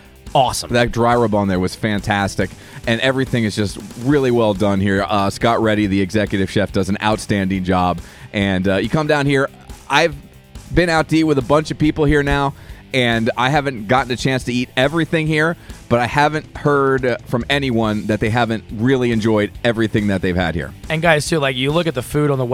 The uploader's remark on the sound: Live From SoulJoel’s at SunnyBrook